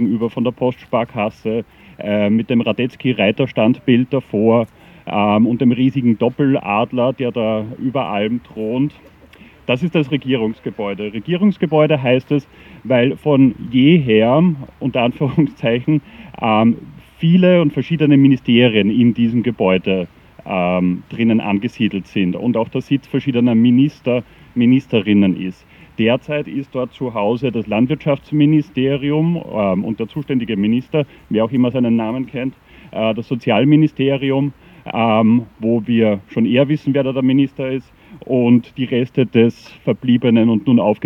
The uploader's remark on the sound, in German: Gedenkveranstaltung für die Opfer der NS-Militärjustiz am 26. Oktober 2022 im Donaupark in Wien-Kagran